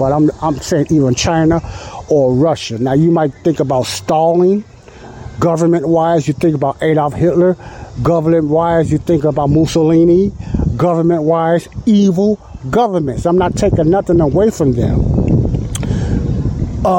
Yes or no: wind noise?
yes